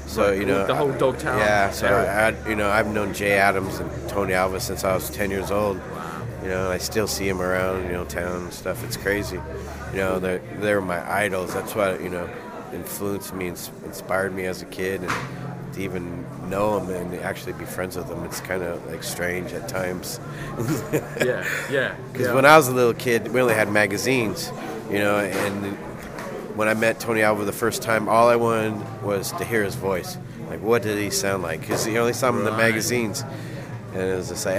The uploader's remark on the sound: Audio from the 2011 Vans Concrete Carnival